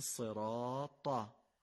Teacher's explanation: اما تا رو از خود گلو نمیگیم، یعنی از بیخ گلو نمیگیم، بلکه همون حالت معمولی که ت رو میگیم فقط درشت و پر تلفظ میشه. به جای این که بگیم صراط ت، باید بگیم صراطا. · Term: تای دستدار